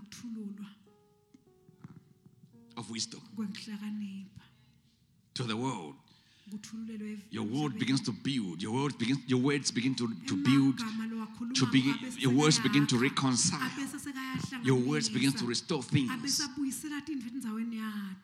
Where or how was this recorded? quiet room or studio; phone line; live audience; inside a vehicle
live audience